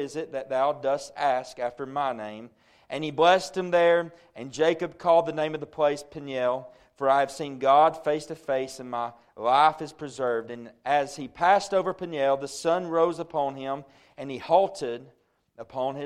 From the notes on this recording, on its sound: A message preached at Crossroads Baptist Church